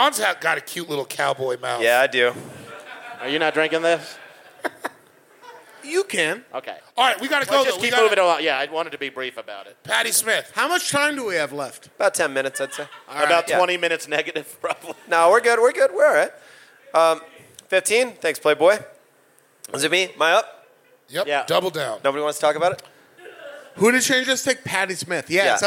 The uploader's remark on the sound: Live at High Plains Comedy Festival in Denver. Live at High Plains Comedy Festival in Denver.